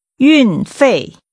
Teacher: Using two falling tones, say shipping fee.